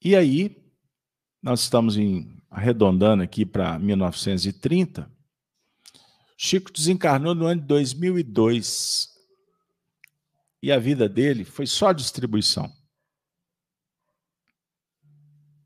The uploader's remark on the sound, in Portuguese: Reunião Pública realizada na Fraternidade de Estudos Espírita Allan Kardec. Com Transmissão ao vivo, às 19:30h com público presencial.